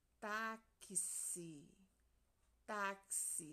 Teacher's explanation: Já fonemas, ela é constituída de cinco, porque o x não pronuncia como x, ele se pronuncia como KS.